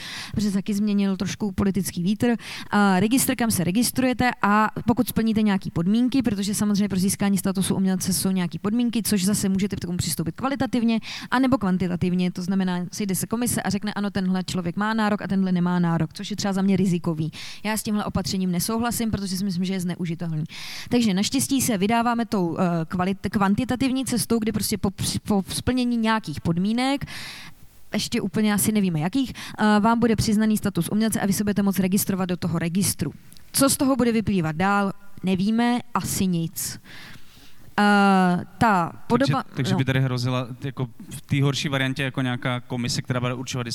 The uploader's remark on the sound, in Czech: Tento díl podcastu Kolaps se nahrával živě na festivalu audiovizuálního umění a alternativní elektronické hudby Lunchmeat v korzu Národní Galerie v Praze.